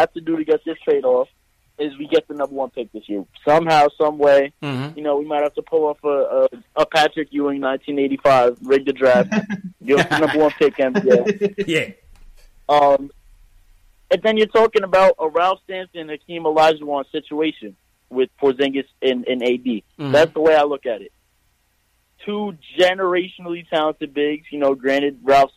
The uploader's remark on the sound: take live phone calls from fans around the world